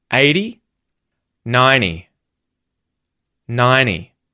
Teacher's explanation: we have a vowel either side of the T, so the T becomes a T flap again.